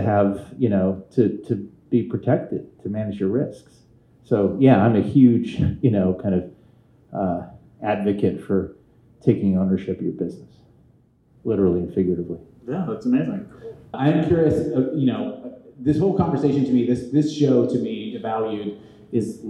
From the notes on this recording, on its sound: Our first ever live episode! At Vinyl Tap in East Nashville.